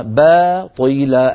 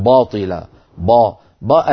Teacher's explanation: الباء مرققة والطاء مفخمة · Shown in: first take · ولا نقول باطلا، باء باء العرب لا تفخم الباء أبدا، باطلا، فنعطي كل حرف حقه، فلننتبه إلى ذلك.